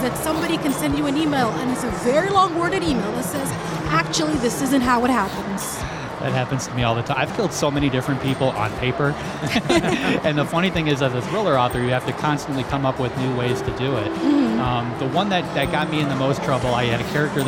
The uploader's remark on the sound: Live from SIBF